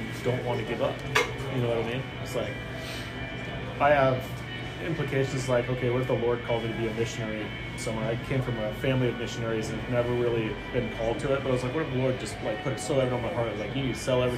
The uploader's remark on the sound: We did this episode at rocket bakery, so there is going to be some background noise.